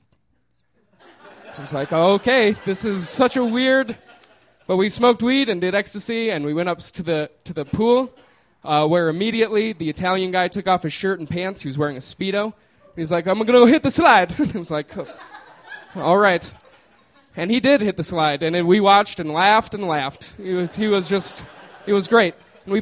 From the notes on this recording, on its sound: These stories were recorded by our good friends at The Denver Diatribe at Deer Pile on May 16, 2013.